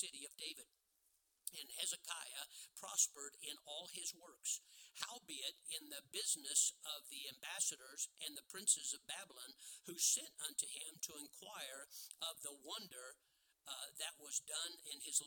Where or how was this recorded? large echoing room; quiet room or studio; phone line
large echoing room